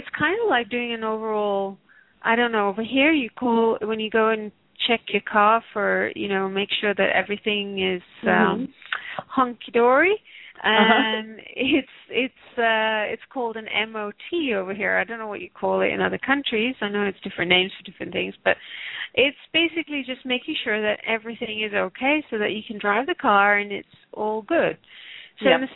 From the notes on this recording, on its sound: Takes your calls for healing live today!